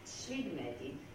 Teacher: Also nachdem dieses A verloren gegangen ist, haben wir hier im Anlaut ein Ch bekommen. Dieses Ch ist ein sekundäres Affikat.